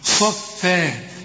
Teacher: صاف مفخمة، وبعدين رقق الفاء مع المد بتاعها صفا، وبرضو في نهايتها ألف عند الوقف.